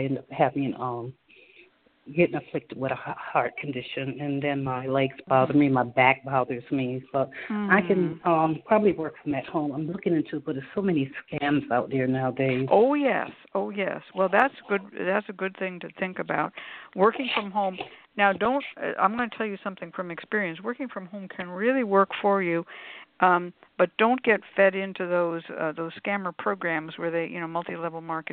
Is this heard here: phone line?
yes